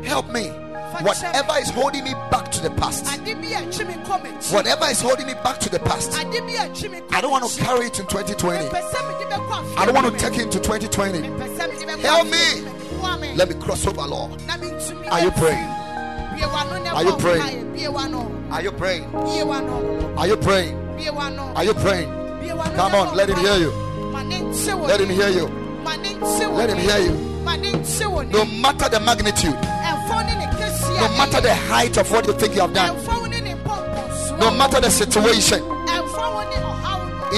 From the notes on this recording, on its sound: Preached at Ekklesia Chapel